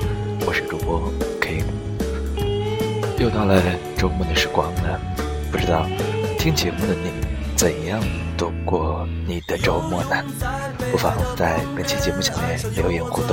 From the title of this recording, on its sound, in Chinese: 边走边录